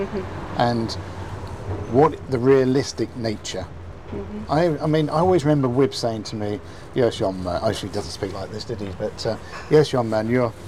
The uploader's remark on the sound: sitting outside the coffee shop in the seaside town of Hove in Southern England